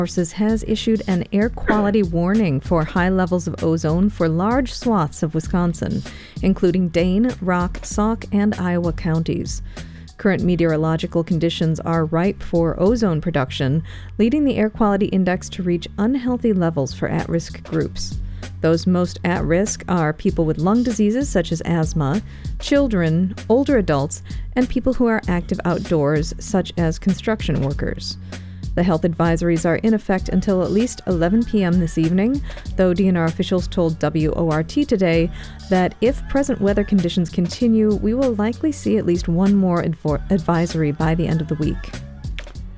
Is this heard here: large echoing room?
no